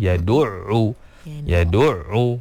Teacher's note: Pastikan keluar daripada makhraj dia yang betul, bahagian pertengahan kerongkong. · Term: Huruf Ain